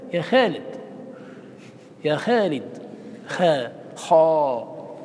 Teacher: الخاء إذا استعملتها رخوة مستفلة نطقت بها على طريقة أهل تونس